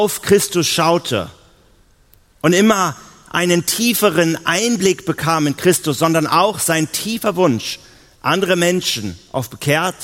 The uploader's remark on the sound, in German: auf der Evangelium21-Konferenz 2018 in Hamburg